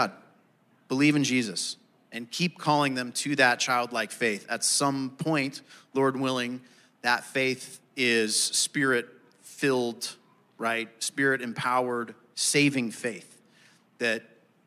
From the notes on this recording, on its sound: Answer live audience questions during the Thrive Marriage Ministry gathering at Compass Bible Church.